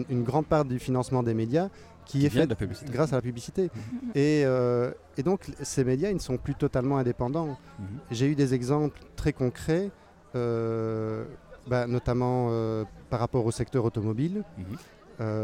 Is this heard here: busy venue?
yes